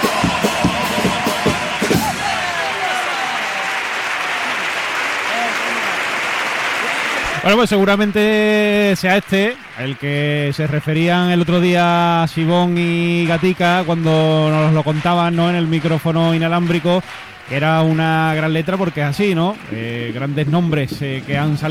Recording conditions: live audience